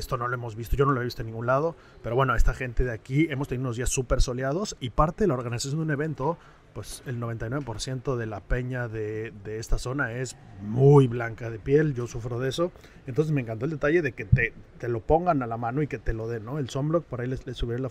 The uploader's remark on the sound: Live from The Open